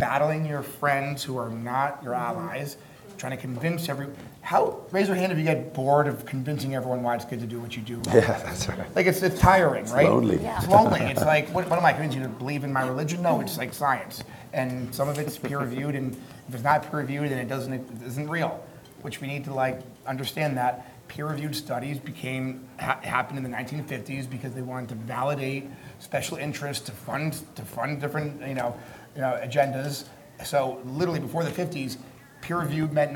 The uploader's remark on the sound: LIVE Panel Discussion From BioHacking Congress. I shared my live keynote lecture from a recent event in Miami, Florida called Biohacking Congress.